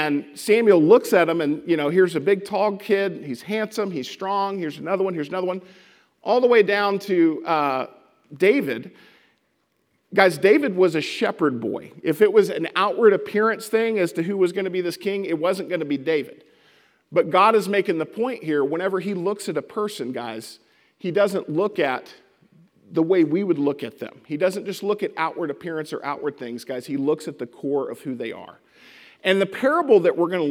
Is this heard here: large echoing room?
yes